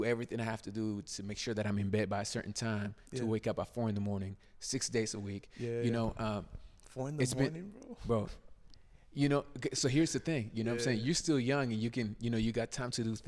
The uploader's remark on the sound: Recorded at Tulsa's very own Black Label Men's Grooming.